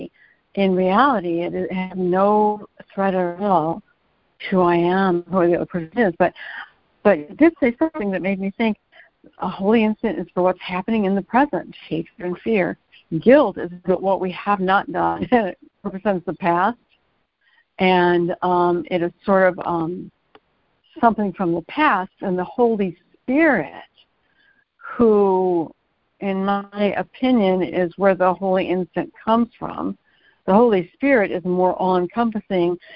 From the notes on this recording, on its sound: ACIM Daily Conference Call